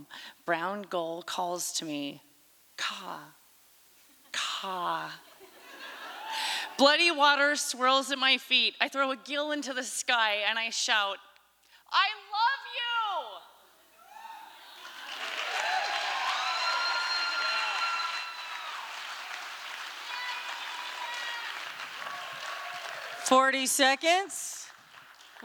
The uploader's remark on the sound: From the 2023 FisherPoets Gathering, Umpteenth On-Site Poetry Contest. This recording was made on Saturday, February 25th, 2023, at the Liberty Theatre in Astoria, OR as part of the FisherPoetry Archive Project.